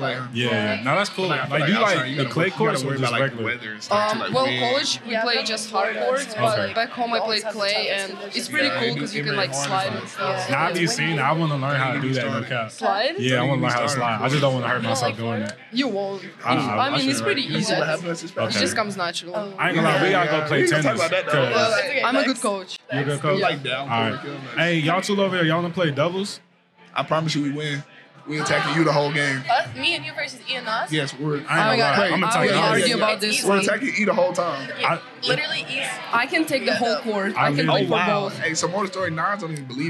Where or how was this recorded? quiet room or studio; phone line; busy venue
busy venue